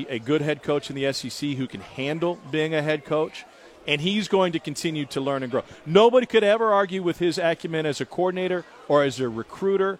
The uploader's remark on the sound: live from SEC Media Days in Hoover